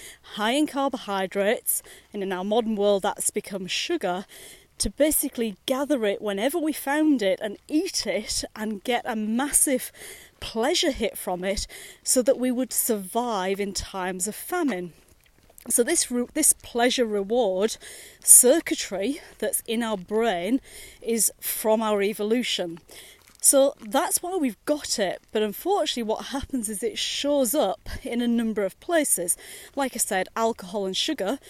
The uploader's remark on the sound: recorded during daily walks